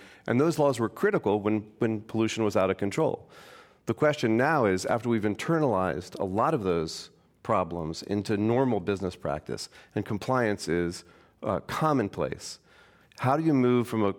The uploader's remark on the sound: Was recorded in front of a live audience at The Commonwealth Club of San Francisco.